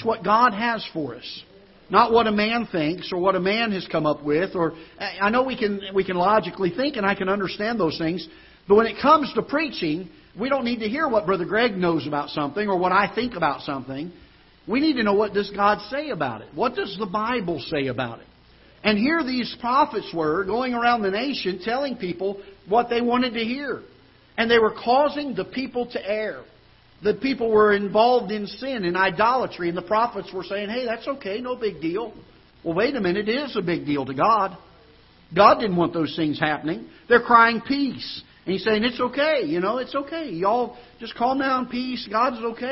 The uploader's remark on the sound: Ketha Heights Baptist Church ~ Live Broadcast